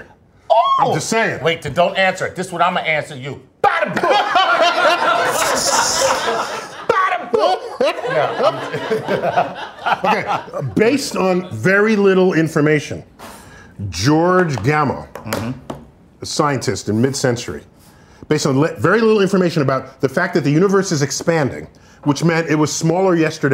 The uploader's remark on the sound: in front of a live audience at Sessanta and on Facebook Live